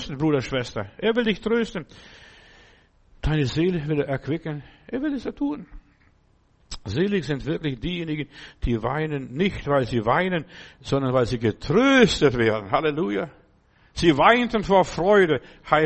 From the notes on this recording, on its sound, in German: im Gemeinde-Zentrum in Berlin aufgenommen